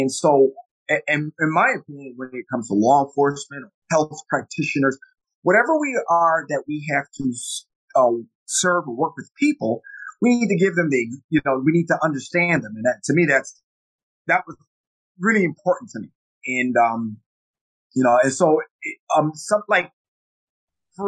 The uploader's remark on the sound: Apologies in advance for our sound quality.